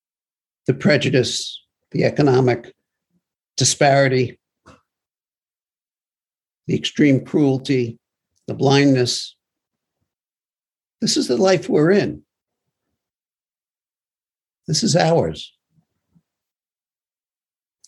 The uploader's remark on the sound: Broadcasted via zoom